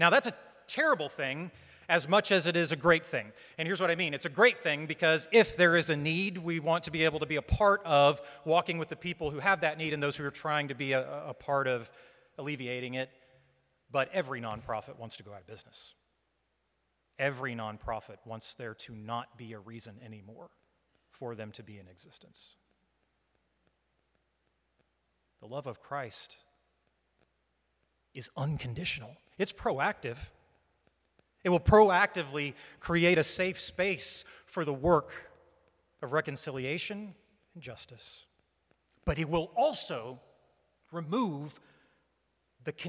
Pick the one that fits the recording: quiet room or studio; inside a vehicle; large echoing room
large echoing room